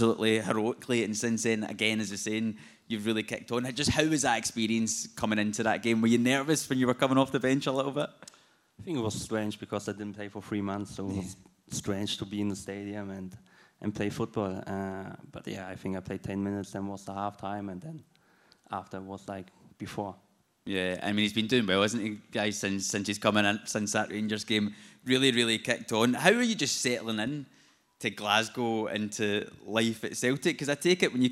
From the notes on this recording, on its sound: LIVE podcast. In front of a live audience of Hoops fans. Taking place within the JD store on Argyll Street in Glasgow.